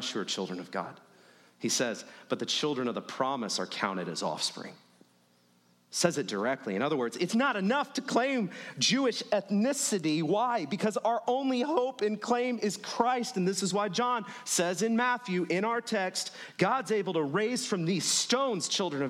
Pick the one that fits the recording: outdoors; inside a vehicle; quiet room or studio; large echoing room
large echoing room